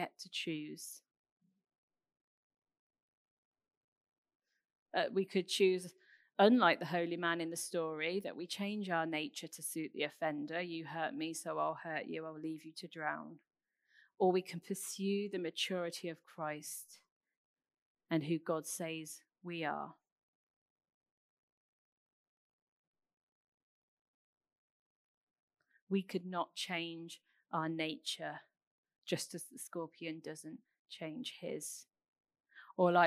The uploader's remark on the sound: Recorded 27th June at Central Vineyard Northampton under covid conditions and restriction